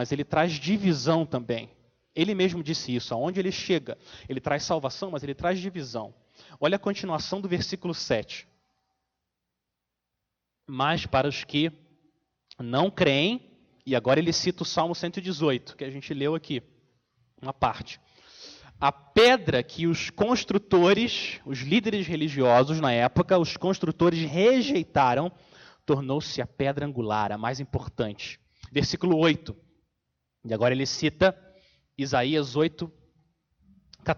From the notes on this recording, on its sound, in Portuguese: Mensagem gravada na Igreja Batista Jardim Minesota